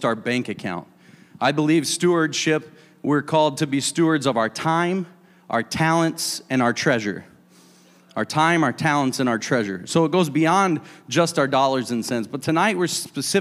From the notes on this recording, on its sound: A service recording from Connect Point UPC.